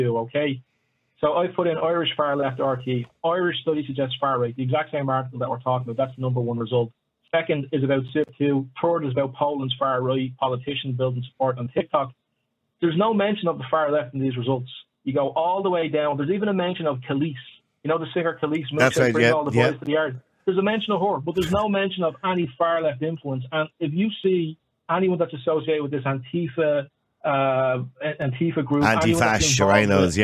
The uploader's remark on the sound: Opening up the lines to callers, the audience passionately shares their perspectives on media trustworthiness.